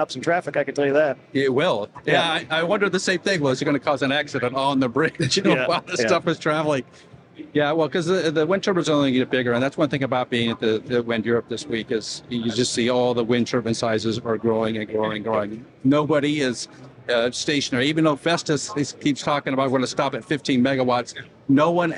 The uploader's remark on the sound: Live from Wind Europe 2023 in Copenhagen.